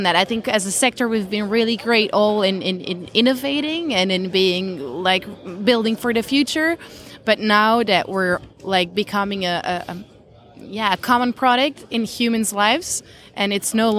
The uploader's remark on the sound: Recorded at Intercharge Network Conference 2022 (Hubject event)